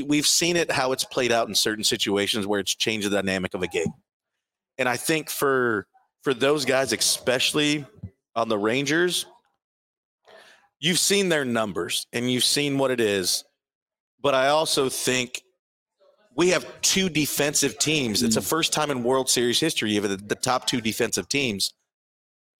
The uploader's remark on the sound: From the Hurrdat Sports Bar and Grill as they record a live podcast ahead of Game One of the World Series.